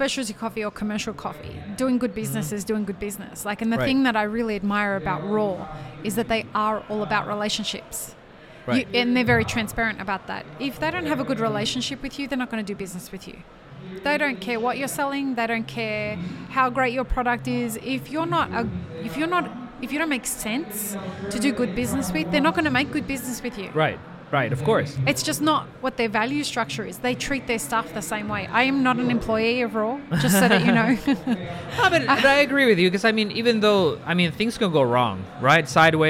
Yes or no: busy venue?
yes